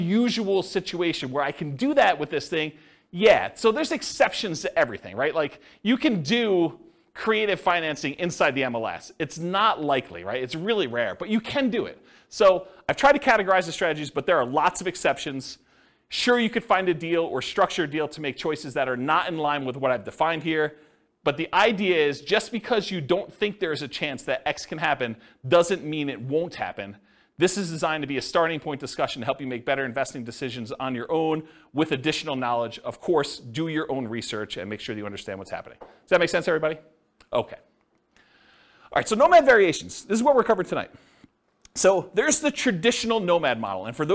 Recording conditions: live audience